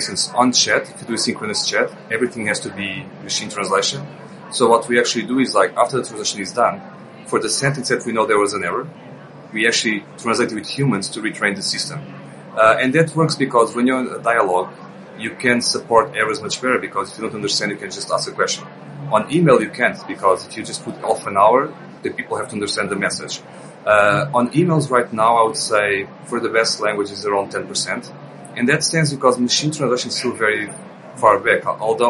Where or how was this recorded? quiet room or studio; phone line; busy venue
busy venue